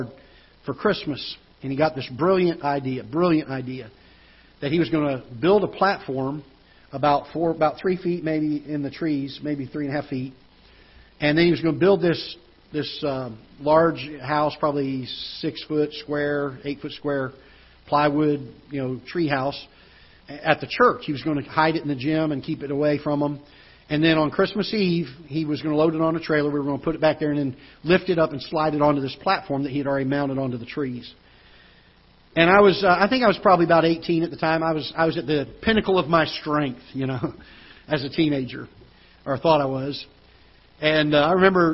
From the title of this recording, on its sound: Ketha Heights Baptist Church ~ Live Broadcast